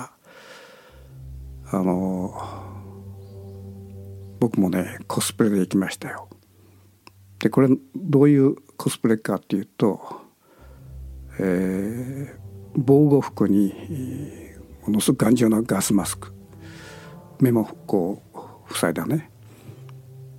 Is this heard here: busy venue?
no